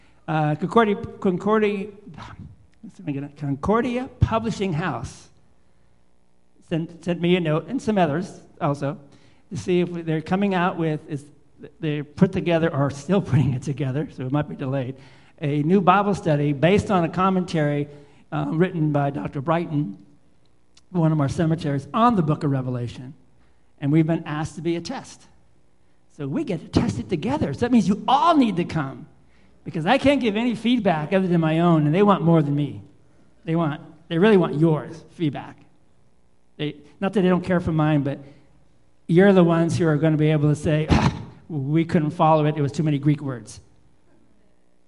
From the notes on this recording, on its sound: Live Worship Service